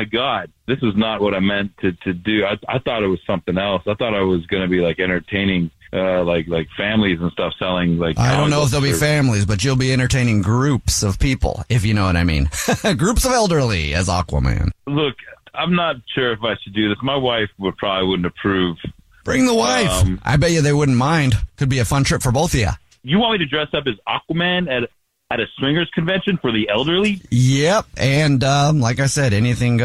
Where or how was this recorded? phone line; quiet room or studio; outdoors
phone line